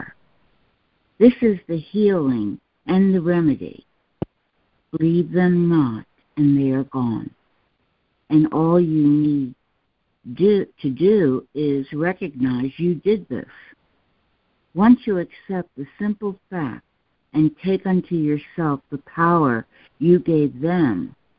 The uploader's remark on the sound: ACIM Daily Conference Call.